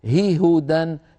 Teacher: هي هو، هاءان متتاليتان متحركتان، سكننا الأولى للإدغام، ليس تسكينا إعرابيا وليست هي ساكنة أصالة، بل سكنت لتدغم · Term: الإدغام الكبير